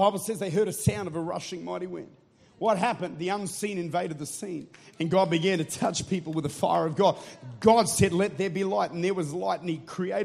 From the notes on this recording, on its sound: Recorded at Life Church, St. Louis, Missouri.